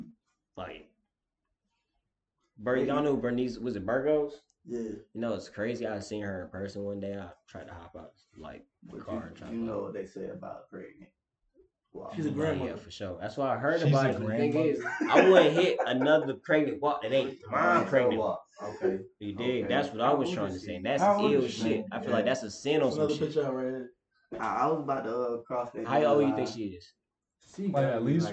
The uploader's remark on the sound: When life gives you Mary Jane, you forget to turn the mics on.